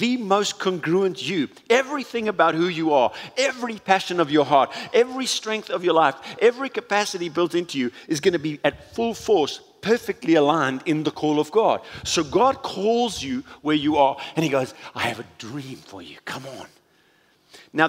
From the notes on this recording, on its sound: recorded at Northlands Church